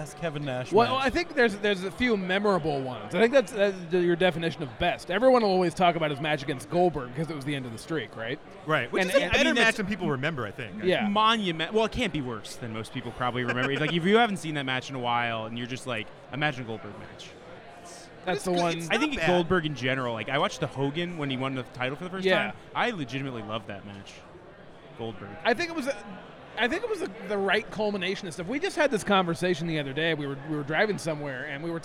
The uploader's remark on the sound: Live From Podcast Row At Starrcast. Coming to you live from Starrcast.